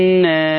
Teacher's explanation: اللام أتى بعدها حرف النون يتم إدغامها وتكون لام شمسية